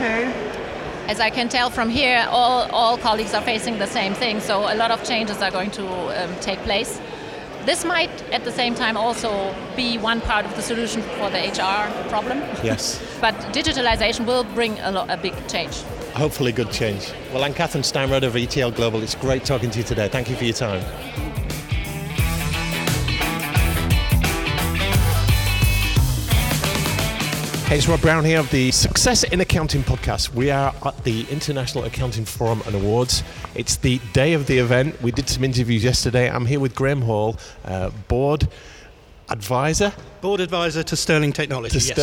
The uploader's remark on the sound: We hear more live interviews from the recent International Accounting Forum and Awards 2022 which took place in London recently. Enjoy the live buzz of the event!